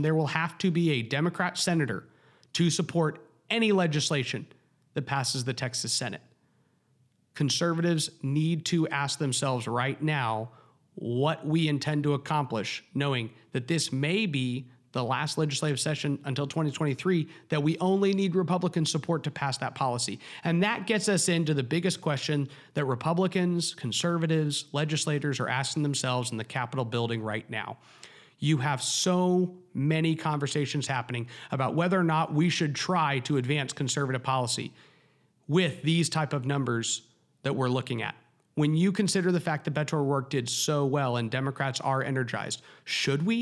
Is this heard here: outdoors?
no